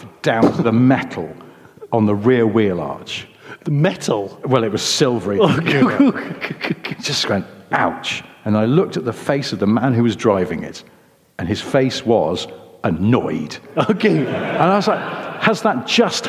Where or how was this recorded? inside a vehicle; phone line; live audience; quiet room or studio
live audience